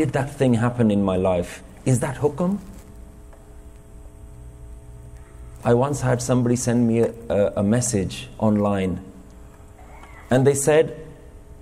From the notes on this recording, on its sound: Recorded in Fremont Gurdwara, San Jose, California, USA in February 2018.